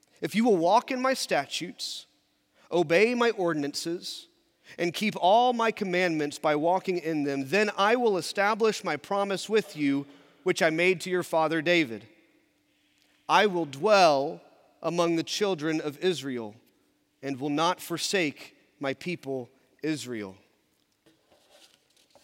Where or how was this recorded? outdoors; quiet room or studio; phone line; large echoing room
large echoing room